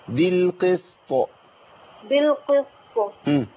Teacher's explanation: اما اقول بالق يبقى انا فخمت القاف بزياده شويه، لان القاف عندي ليها مرتبه المكسوره، في مرتبه المكسور بالقي قي قي، ما اقولش بالكي ولا اقول بالقي، تمام؟ وبعدين عندي السين مرققه بعد كده، فمش محتاج ان انا اتكلف في تفخيم القاف